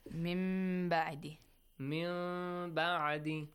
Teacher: The noon changes to little meme sound. · Term: Half meme sound